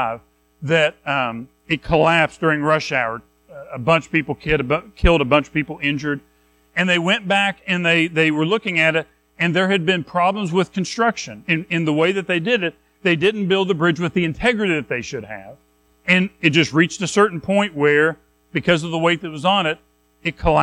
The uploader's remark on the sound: Recorded at Madison Baptist Church in Madison WV on Jan 7, 2024